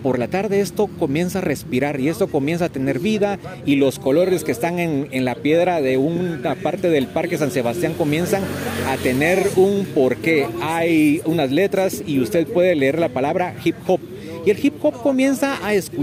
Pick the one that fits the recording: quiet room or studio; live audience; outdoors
outdoors